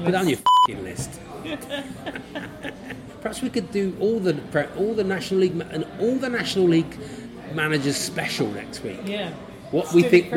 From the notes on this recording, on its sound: This week comes live from the pub